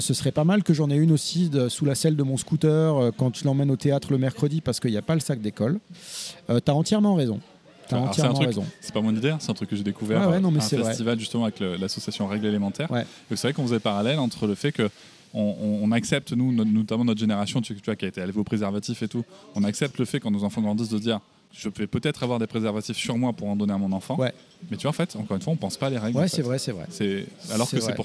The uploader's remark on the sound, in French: Nous nous retrouvons plus tard au début de l'été au restaurant Le comptoir de l'arc où nous allons déjeuner et enregistrer.